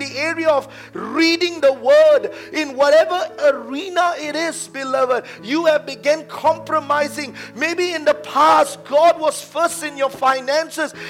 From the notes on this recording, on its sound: A message preached during our Sunday morning service